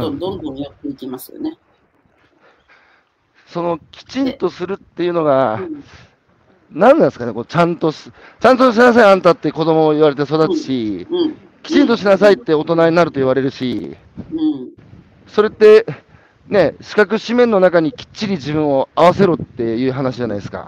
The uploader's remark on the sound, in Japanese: 歩きながら1時間、対談する